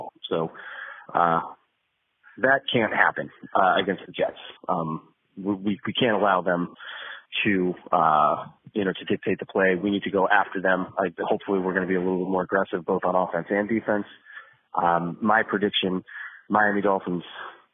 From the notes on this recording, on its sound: A quick phone